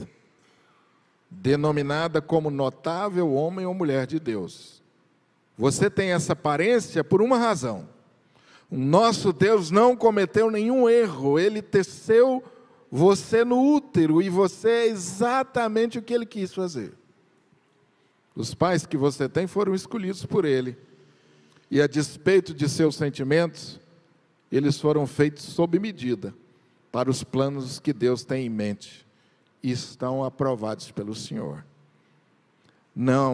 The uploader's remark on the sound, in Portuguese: Culto AO VIVO Igreja Presbiteriana da Penha